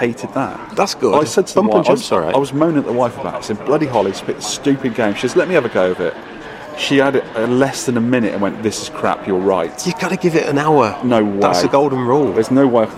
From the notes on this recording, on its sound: Had a walkround of the garage arcade and did the rest of it in a Swedish airport! Live walkround (well, we were alive) at Hey Stockholm as well as most of the usual stuff.